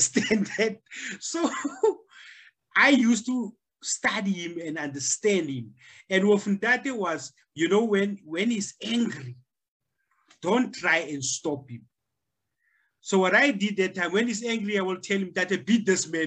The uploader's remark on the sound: The series is webcast via Zoom